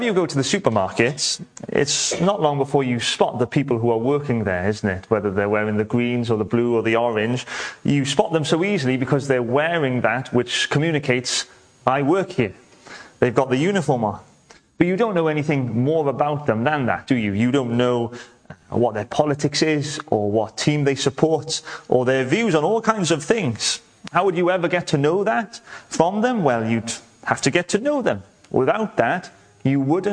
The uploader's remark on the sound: welcome to Bethel Evangelical Church in Gorseinon